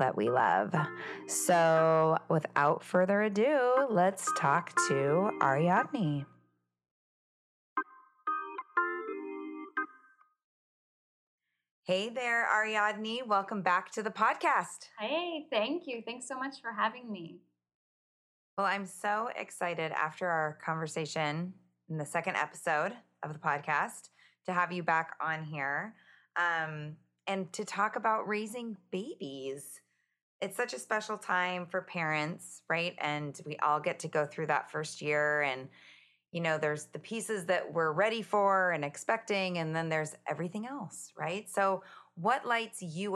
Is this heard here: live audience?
no